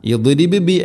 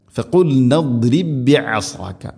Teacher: ഇനി ഇവിടെ ഇദ്രിബി, ഇദ്രിബ് ബാഇന് സുക്കൂന്, അതുപോലെ ബിഅസാക അടുത്ത ബാഇന് ഹർക്കത്തുണ്ട്. അപ്പോൾ സുക്കൂനുള്ള ബാഇന് ശേഷം ഹർക്കത്തുള്ള ബാ, ഇവിടെ ഇദ്ഗാം ചെയ്തു ഉച്ചരിക്കും · Shown in: second take · ഈ ഇദ്ഗാമിൻ്റെ പേര് ഇദ്ഗാം മുതമാസിലൈൻ എന്നാണ്.